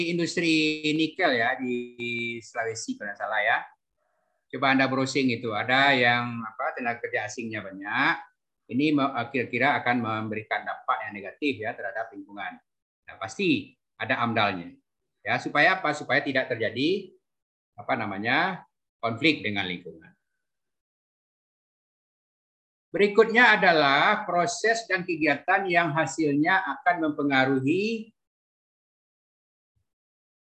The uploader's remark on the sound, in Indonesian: Rekaman Zoom kuliah AMDAL Administrasi Publik Fakultas Ilmu Sosial dan Ilmu Politik Universitas Andalas (FISIP Unand).